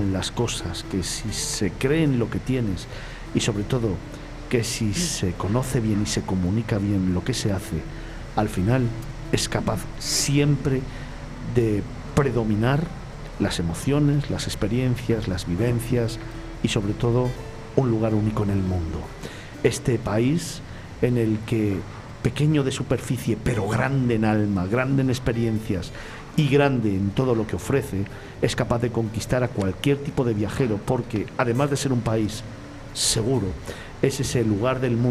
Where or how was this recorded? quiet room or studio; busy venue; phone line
busy venue